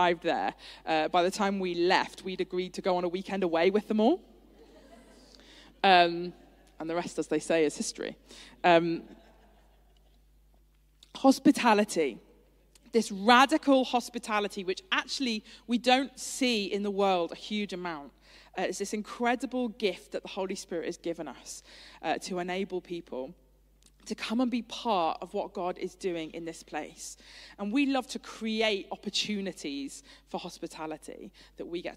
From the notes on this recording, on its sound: Streamed live at St Paul's Shadwell on Sunday, 12 February 2023.